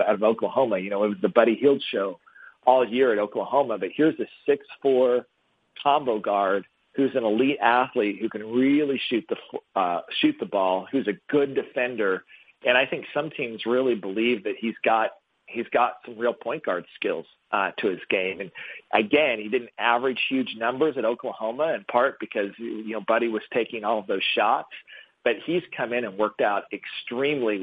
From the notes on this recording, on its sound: hosts a conference call